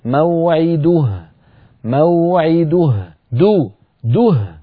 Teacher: لابد من ضم الدال ضما كاملا